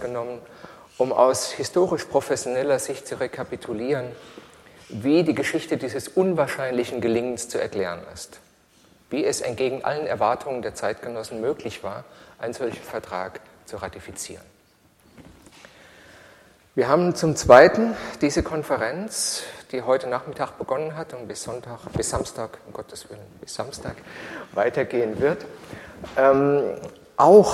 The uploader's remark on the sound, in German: Podiumsdiskussion. Im Senatssaal der Humboldt-Universität zu Berlin.